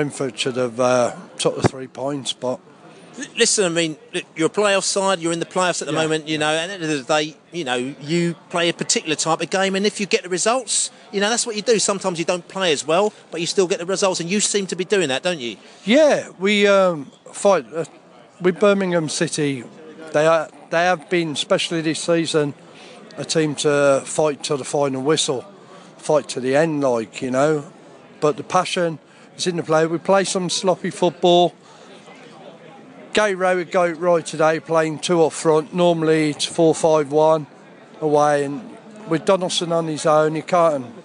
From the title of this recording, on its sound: post-match podcast from the pub